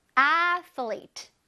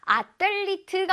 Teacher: 아틀리트가 아니라 athlete이니까 혓바닥을 내밀었다가 슉 넣어줘야겠죠 · Shown in: first take